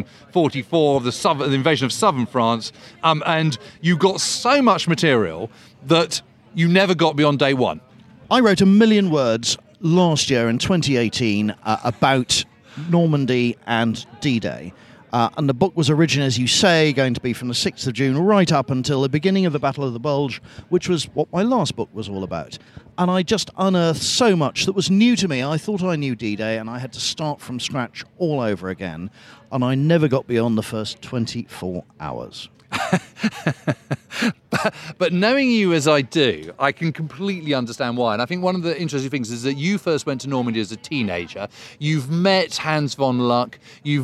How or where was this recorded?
busy venue